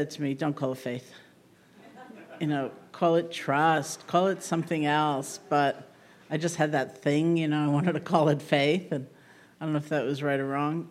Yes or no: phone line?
no